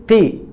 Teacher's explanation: مع الكسر بياخد اقل مراتب التفخيم، مراتب التفخيم عندنا خمسه، اقلهم الكسر، فبتقول قي.